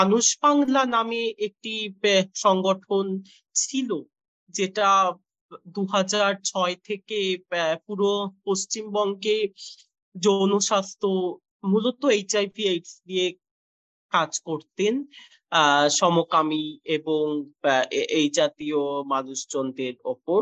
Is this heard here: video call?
yes